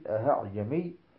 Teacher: اثنين، الهمزة المسهلة، ومثالها في رواية حفص عن عاصم كلمة أأعجمي، فلما نقرأها بالتسهيل أأعجمي، وهنا سهلت الهمزة بين الهمزة والألف